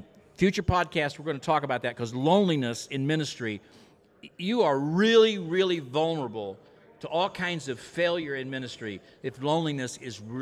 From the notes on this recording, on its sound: This unique episode was recorded in front of a live audience at the AMS Lab.